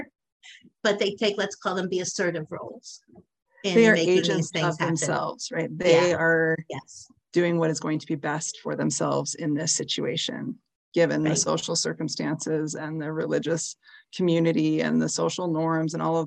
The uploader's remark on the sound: a live online conversation and Q&A